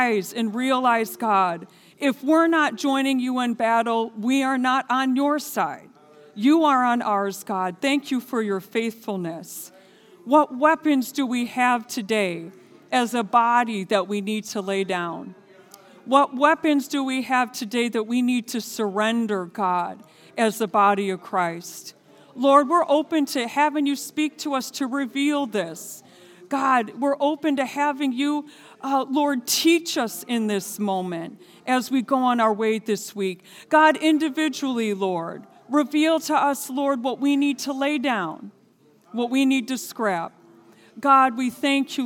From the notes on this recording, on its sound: This sermon was recorded live on March 6th, 2022 at Newark United Pentecostal Church.